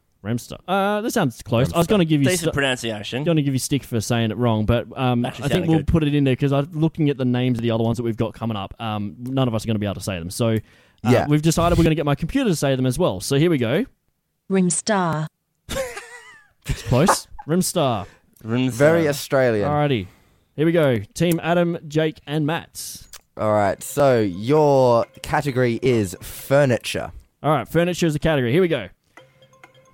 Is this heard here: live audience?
no